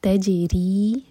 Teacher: جیم پر قلقلہ اور را کے نیچے کسرہ ہے تو را باریک